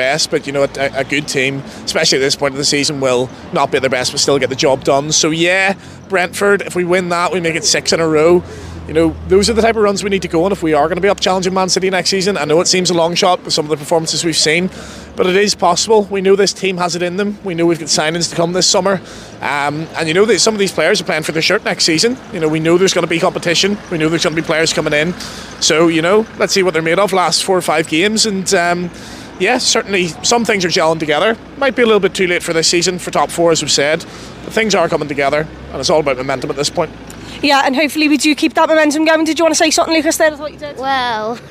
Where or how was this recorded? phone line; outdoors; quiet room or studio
outdoors